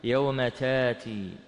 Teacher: فتبدل بعد الفتح، بعد الفتح ألفا · Term: الإبدال